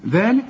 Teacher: طلع لسانك في الذال ومد الذال ألف كاملة